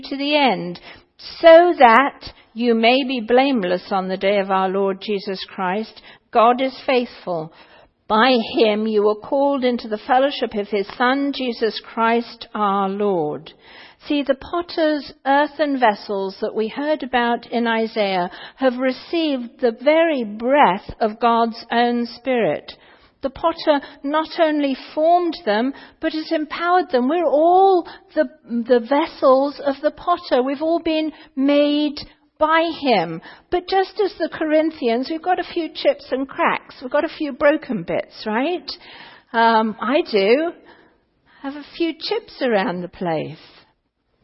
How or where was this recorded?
large echoing room